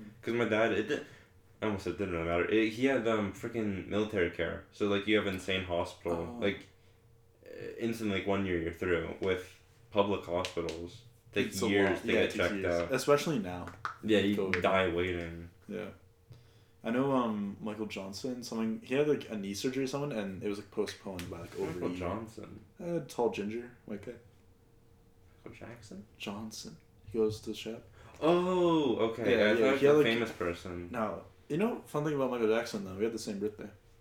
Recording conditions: poor microphone